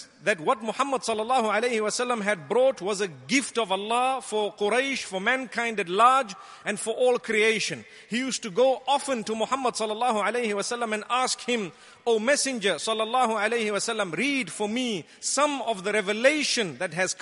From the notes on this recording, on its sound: Delivered at Tuanku Mizan Zainal Abidin Musjid